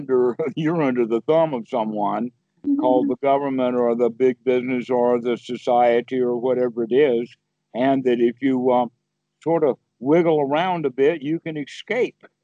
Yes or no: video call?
yes